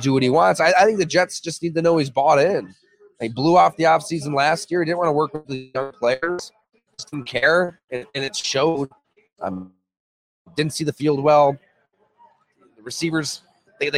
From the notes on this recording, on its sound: Imperial LIVE Series. A conversation that was streamed live at Imperial Pizza in South Buffalo. Imperial Pizza (1035 Abbott).